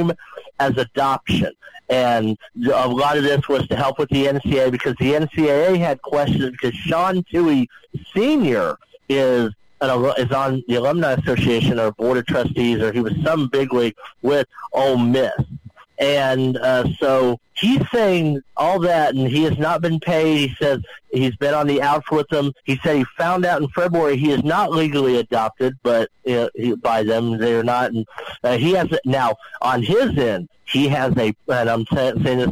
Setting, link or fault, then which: link, phone line